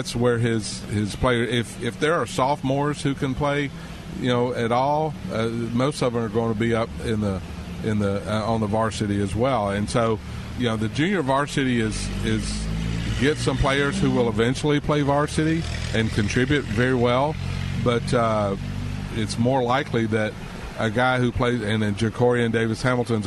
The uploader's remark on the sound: Live From Porkies BBQ